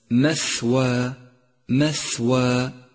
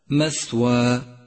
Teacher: لاحظ صفة الهمس لحرف الثاء في كلمة مثوى · Shown in: first take · مثوى، ولاحظ ضعف هذا الحرف إذا أهملت همسه، أي هكذا مثوى، والصواب مثوى.